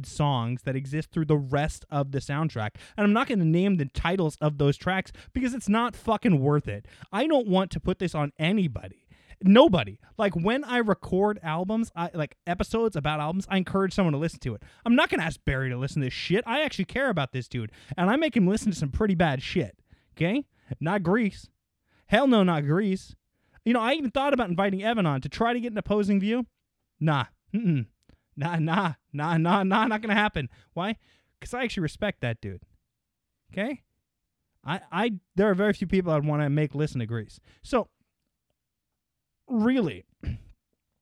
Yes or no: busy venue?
no